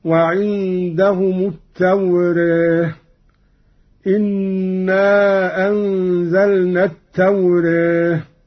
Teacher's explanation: قرأ قالون بالفتح والتقليل هكذا: وعندهم التوراة.